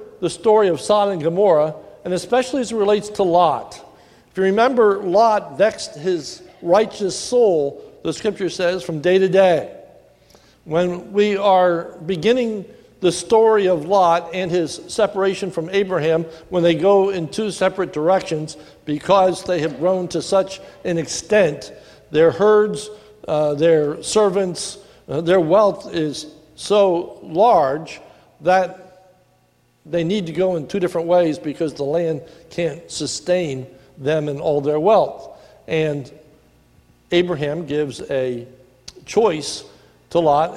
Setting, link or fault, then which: setting, large echoing room